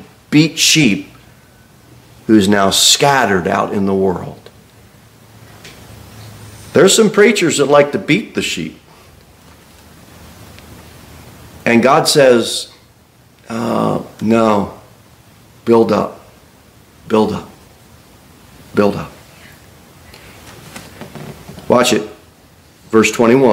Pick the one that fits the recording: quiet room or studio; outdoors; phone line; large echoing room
large echoing room